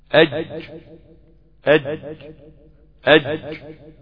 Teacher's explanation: يسمى حرف انفجاري، لانه ينقفل عليه المخرج ثم ينفتح، مع قلنا انك تلاحظ ان رأس اللسان الى الامام فلا علاقة له بالمخرج، تقولش اج على لسانك الورا اج.